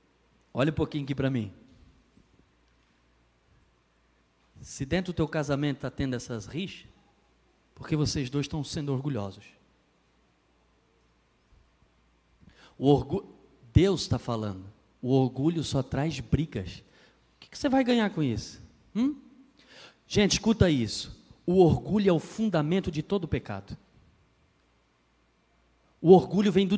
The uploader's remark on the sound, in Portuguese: na Igreja ABA Blumenau (Transmitido ao vivo)